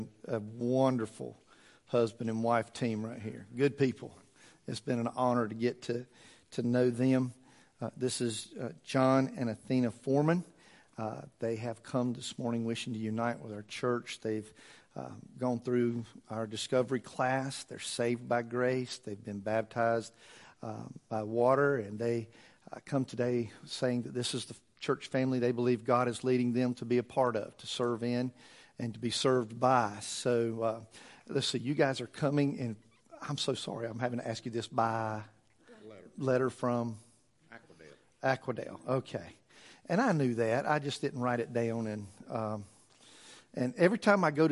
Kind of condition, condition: setting, large echoing room